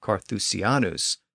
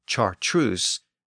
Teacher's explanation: the Latin CA sound became a CH sound in Parisian French. So that's how the name went from Carthusianus to Chartreuse to modern Chartreuse.